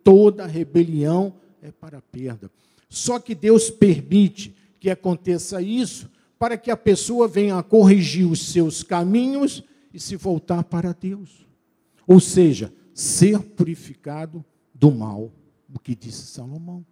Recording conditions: large echoing room